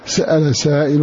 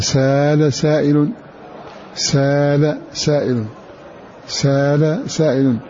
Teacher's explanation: بهمزة مفتوحة بعد السين سأل. وقرأ نافع بن عامر بألف مكان الهمزة